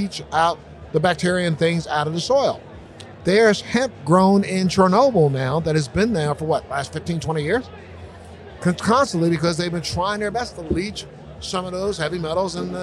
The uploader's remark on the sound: ON LOCATION, BOSTON. On location at NECANN in Boston.